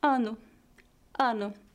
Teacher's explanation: A letra O no final da palavra é fraca e soa como um U fraco.